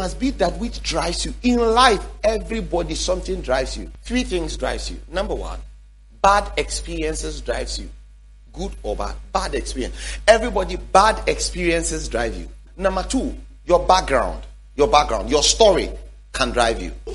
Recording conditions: large echoing room